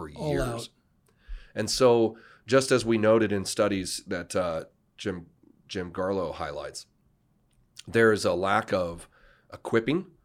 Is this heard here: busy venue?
no